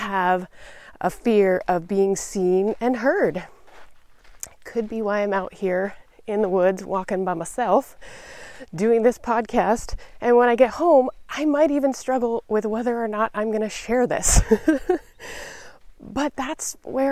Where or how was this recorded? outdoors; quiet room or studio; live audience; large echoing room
outdoors